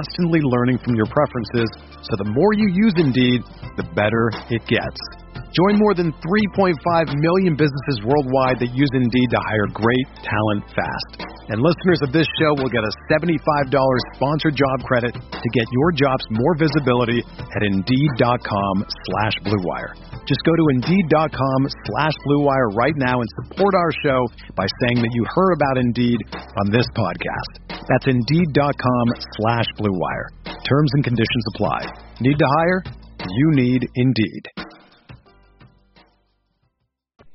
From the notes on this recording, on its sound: finish the interview via phone